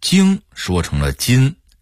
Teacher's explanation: 湖北安徽人说话没有后鼻音